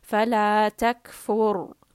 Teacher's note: Here, ra is heavy because the letter fa has a dhamma. So in this case, you can write h underneath the ra, so ra is heavy.